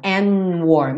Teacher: Aqui ele comeu o D do and.